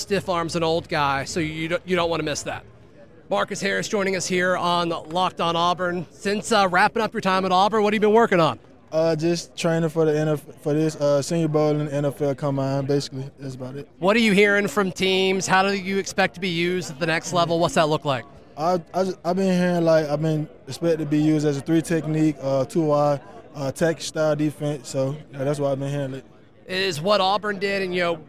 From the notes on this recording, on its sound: Recorded live from the Senior Bowl.